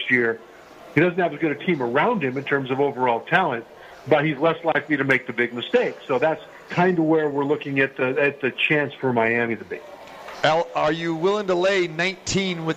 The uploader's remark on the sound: we are back live from The Cosmopolitan of Las Vegas